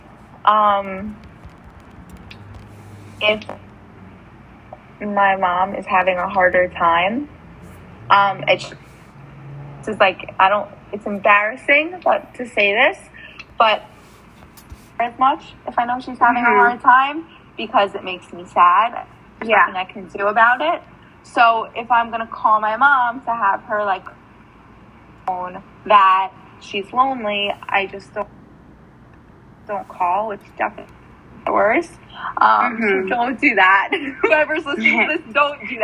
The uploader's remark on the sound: This episode had a bit of technical difficulties